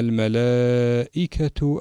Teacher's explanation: الملائكة في هذه الكلمة الألف مد مدا طويلا بسبب مجيء الهمزة بعده وهذا المد متصل.